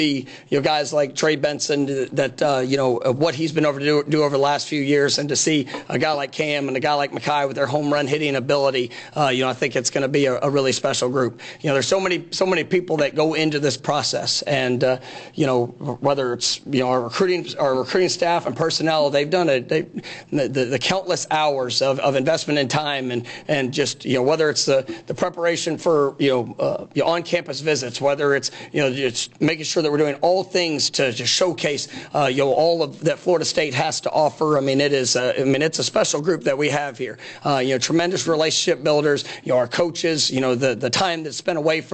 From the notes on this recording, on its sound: National Signing Day Press Conference